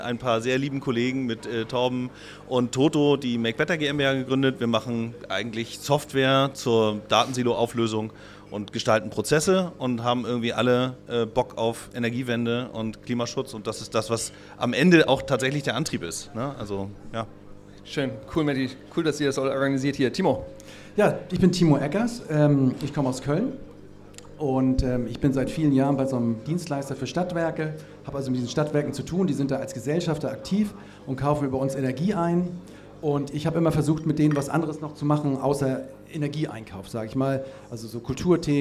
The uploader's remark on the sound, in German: Live vom Stadtwerke Impact Day